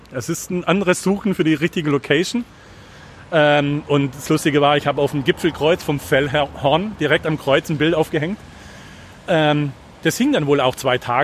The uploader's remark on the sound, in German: Bei diesem Gang durch die Gemeinde hatten wir uns viel zu erzählen und Harburg steuerte seinen ganz eigenen Sound dazu bei.